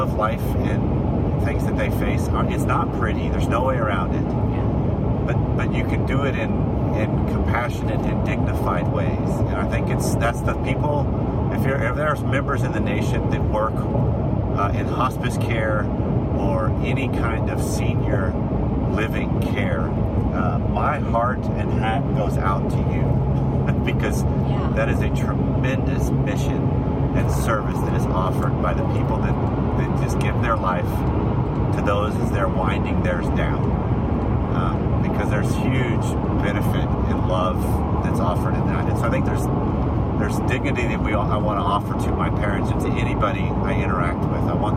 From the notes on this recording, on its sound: while we were driving back